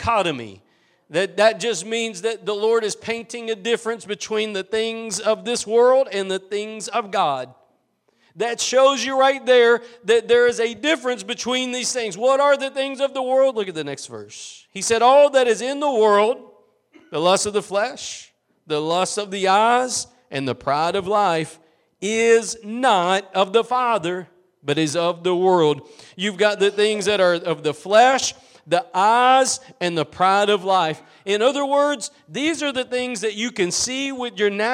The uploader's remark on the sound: Preached at Gospel Lighthouse in Bossier City, La.